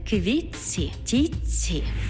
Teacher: звук «т» переходить у м'який подовжений звук «ц»